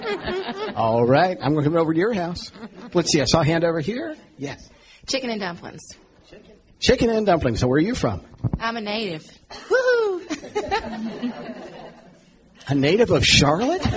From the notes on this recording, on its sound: A community forum. Panelists and audience members shared experiences and observations.